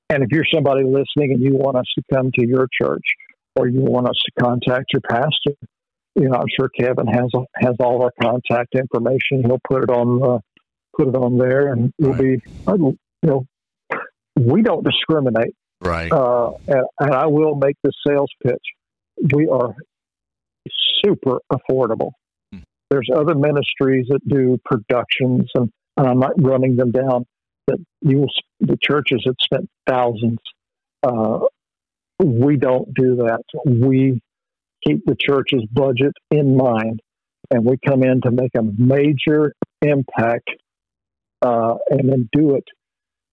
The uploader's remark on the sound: Phone Interview